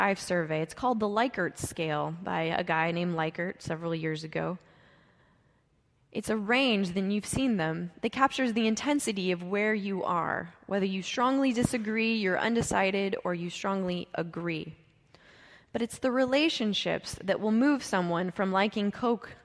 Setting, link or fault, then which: setting, large echoing room